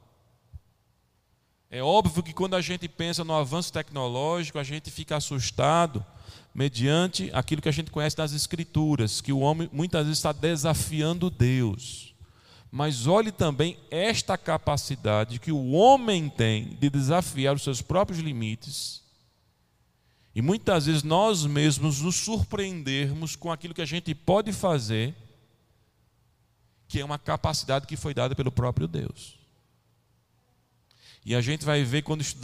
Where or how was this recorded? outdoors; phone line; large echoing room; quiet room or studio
large echoing room